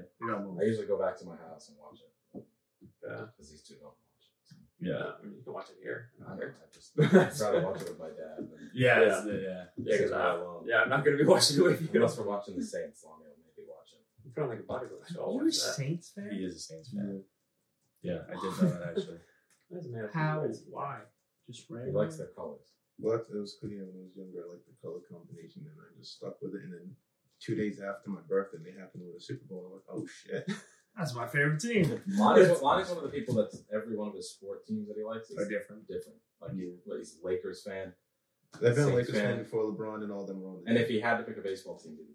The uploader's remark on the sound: Unfortunately we lost the audio file so this episode might sound a bit worse then our usual quality, we apologize!